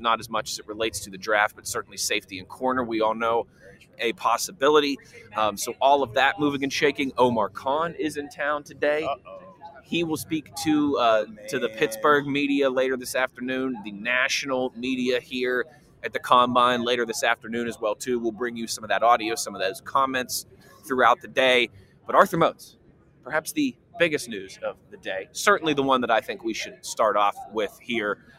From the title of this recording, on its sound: LIVE from the NFL Combine